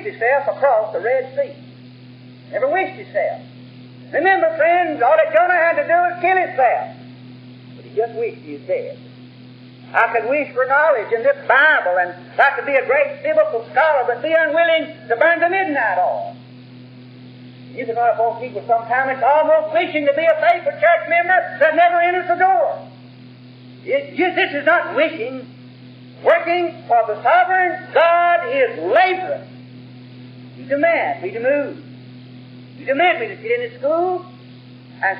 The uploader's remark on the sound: While old recordings and tapes are sometimes poor in quality, we are always very thankful to have these messages preserved for our day.